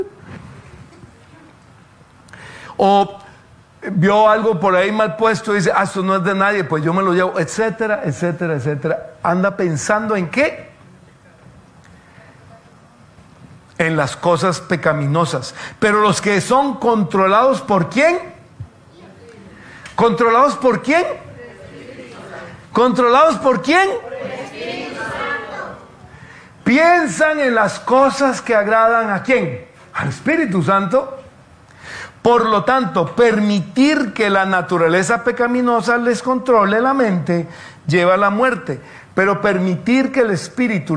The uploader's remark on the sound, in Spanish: Tema originalmente presentado en vivo en la Reunión Familiar de Sydney el día 10 de Diciembre de 2022 por FaceBook Live